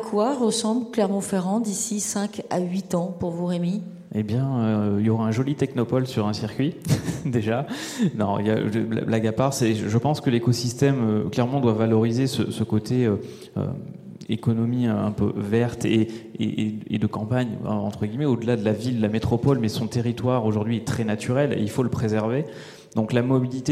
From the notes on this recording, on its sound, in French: enregistré à Clermont Ferrand, à l’occasion de la Movin'On Expo au siège du Groupe Michelin